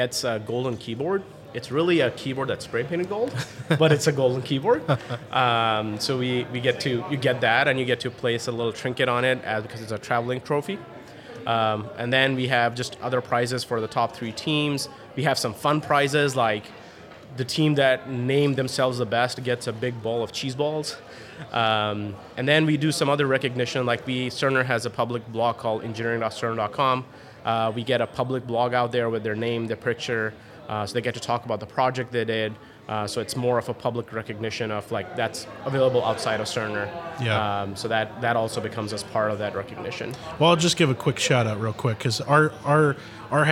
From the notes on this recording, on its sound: Live From Agile Midwest.